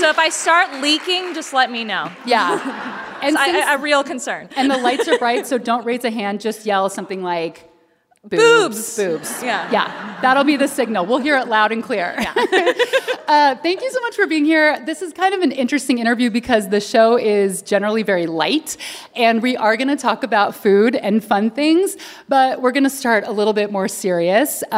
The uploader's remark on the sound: on stage in Seattle for a live podcast recording